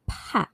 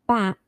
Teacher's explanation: So the P sound is produced with two lips meeting each other. And when you say P, as in the word pat, only air comes out. So we call that sound as a voiceless sound.